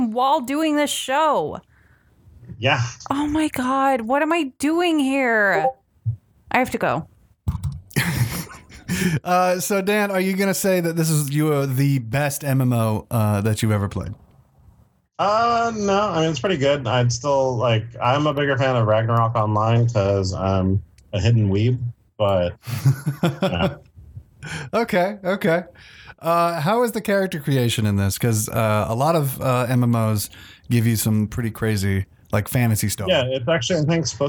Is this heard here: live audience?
no